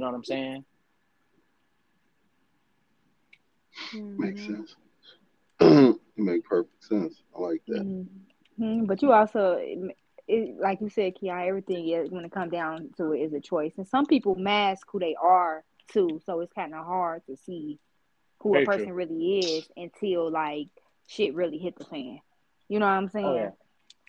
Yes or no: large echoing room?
no